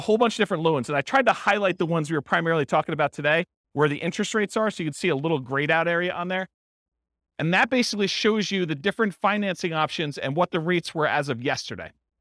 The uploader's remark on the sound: This was a live class recorded